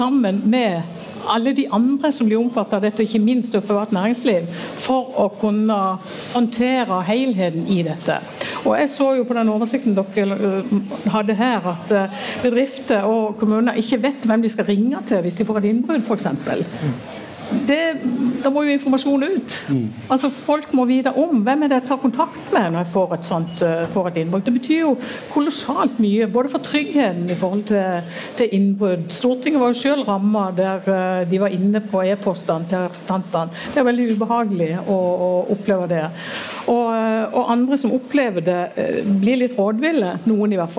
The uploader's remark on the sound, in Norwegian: Under Arendalsuka samlet Atea et panel